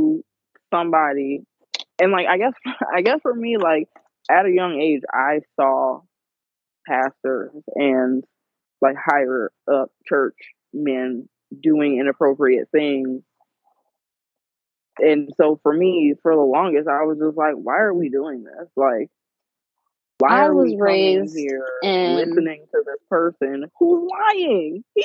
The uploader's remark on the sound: Today you get to sit on the phone. We got to squeeze in some FaceTime.